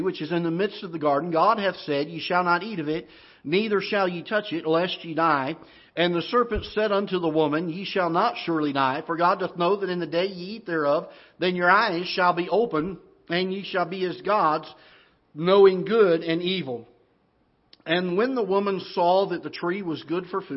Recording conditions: large echoing room